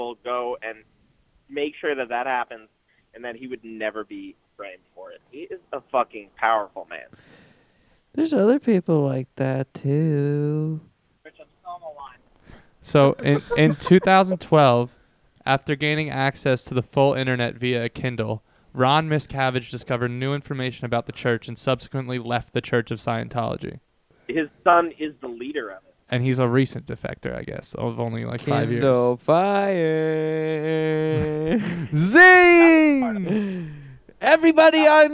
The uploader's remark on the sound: The boys each end up grabbing 2 mics, one with effects and one without to make the phone calls a little more interesting.